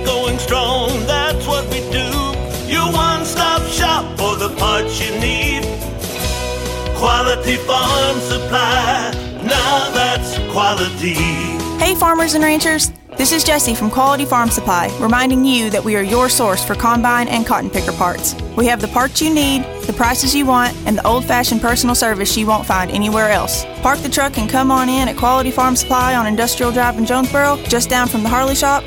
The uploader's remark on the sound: LIVE from JTown's Grill! On The Ticket 95.3 Fm/970 AM, Ritter Communications Tubetown 21!